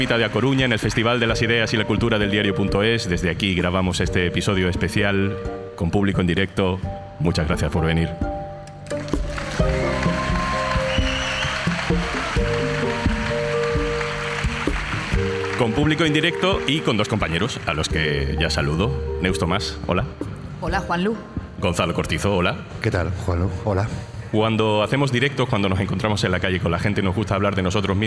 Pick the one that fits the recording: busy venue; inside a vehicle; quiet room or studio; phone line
busy venue